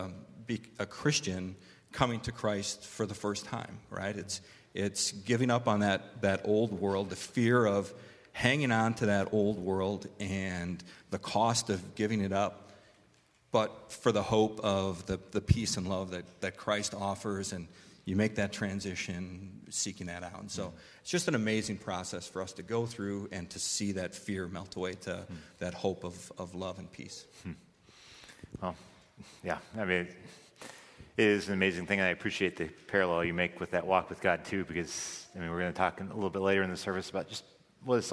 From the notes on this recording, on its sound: This recording is from Friedens' "Orphan Sunday" service.